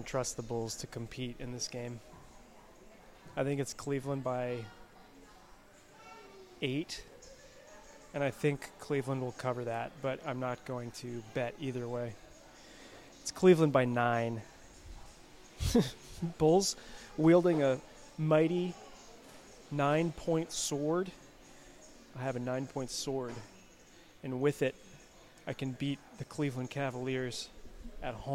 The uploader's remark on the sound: Live from Dimond Slice